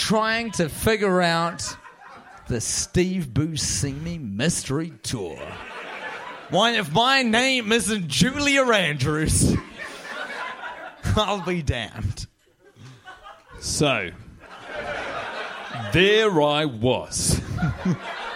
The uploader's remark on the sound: Recorded live in front of a soldout CineFamily crowd on Sunset in Los Angeles, California. After a public viewing of the movie.